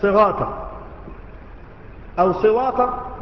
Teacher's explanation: ما يعرفش يقول الراء، الراء عنده غينا